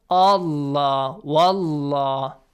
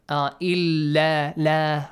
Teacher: if we have a fatha before the word Allah, the word Allah will be pronounced Allah, wallah, this way. Heavy. But if we have a kasra, lightly